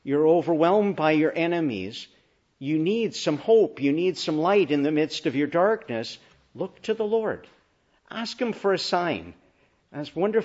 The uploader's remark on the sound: Preached in the Annunciation of the Blessed Virgin Mary, Ottawa, on our Feast of Title.